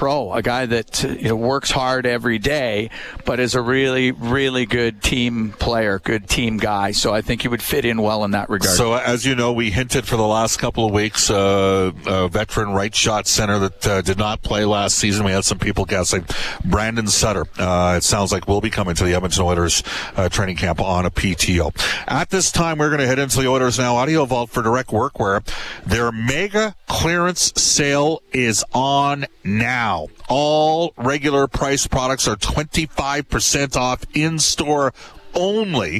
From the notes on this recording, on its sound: Live from Red Deer. Live from the Battle of Alberta Golf Tournament.